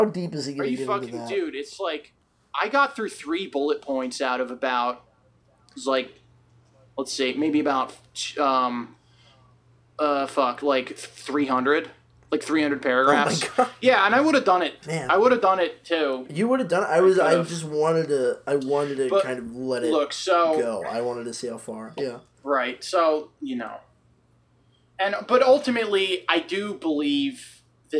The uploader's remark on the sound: Sorry there was something going on with my mic with this one.